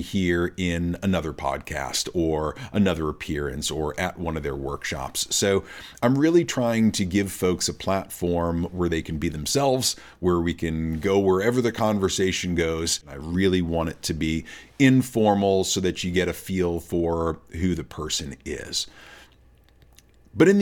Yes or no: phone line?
no